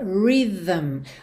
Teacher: nesse TH, você vai pôr linguinha lá no céu da boca e vai fazer o som vocalizado. V, v, v. E você já traz a língua para dentro da boca, fechando o lábio no M.